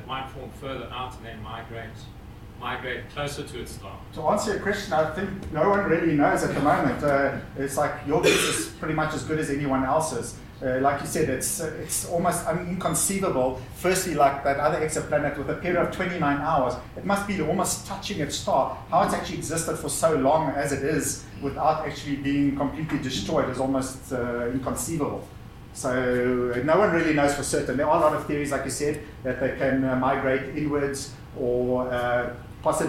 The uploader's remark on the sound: In this episode we feature the first of the public lectures I recorded at ScopeX.